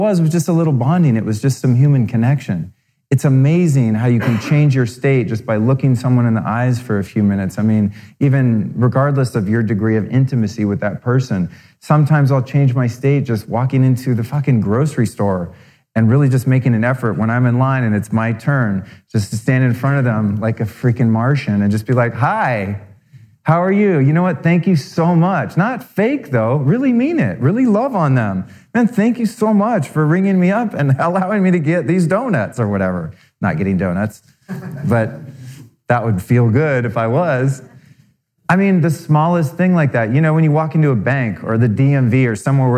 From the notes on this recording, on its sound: Recorded live. (Bootleg Broadcast).